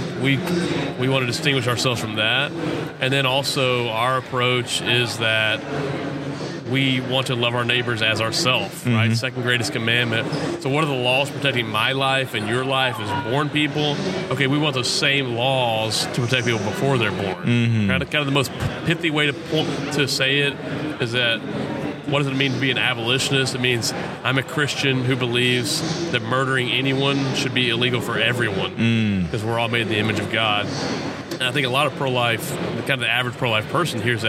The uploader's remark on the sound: This is another episode recorded during the G3 Conference